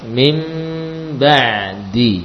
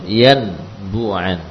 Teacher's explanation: Yang tertulis adalah nun, tapi saat dibaca berganti suara nun menjadi mim. · Term: hukum qalb